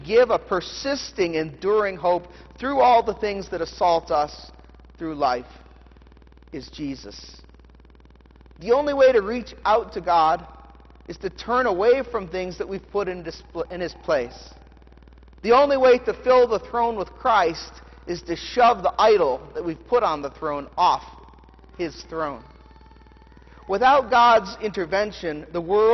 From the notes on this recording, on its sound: The Sermon from the Candlelight Christmas Eve Festal Eucharist service